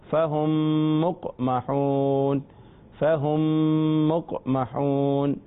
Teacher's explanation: ادغام شفوی. میم کا میم میں ادغام ہوتا ہے اور غنہ بھی ہوتا ہے